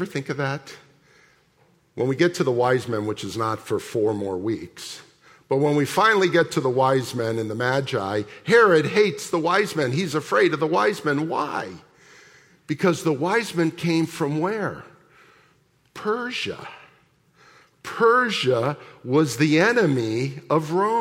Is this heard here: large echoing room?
yes